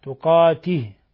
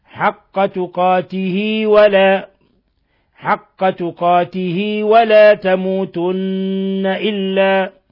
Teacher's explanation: إذن هنا هذه تسمى صلة صغرى، صلة صغرى يعني لأنه معلوم في قواعد التجويد أن الكسرة إذا أشبعت تصبح ياء، والفتحة إذا أشبعت تصبح ألفا، والضمة إذا أشبعت تصبح واوا. فبنلاحظ هنا أن الكسرة أشبعت فصارت ياء، وبما أنه ليس وراءها همز فتمد حركتين فقط · Shown in: second take